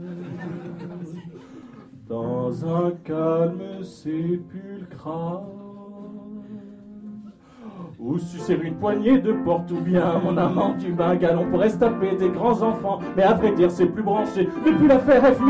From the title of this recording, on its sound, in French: en public [2015]